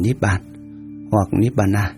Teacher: Ni Vana có phụ âm V biến thành một âm môi và gấp đôi phụ âm thành Nibbana